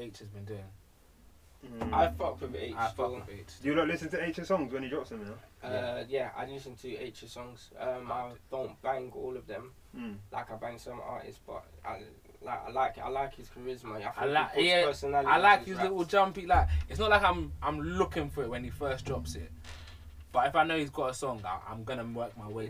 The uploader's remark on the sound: Apologies about the audio, next episode we'll be back and better